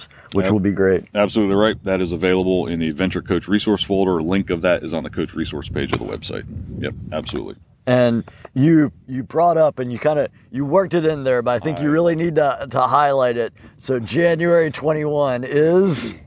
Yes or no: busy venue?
yes